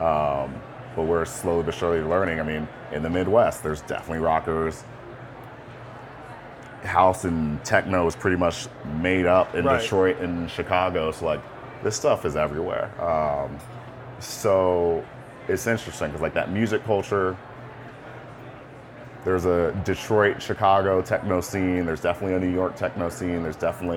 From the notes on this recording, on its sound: Live at MJ Unpacked in Las Vegas. The conversation was recorded live at a podcast booth during MJ Unpacked.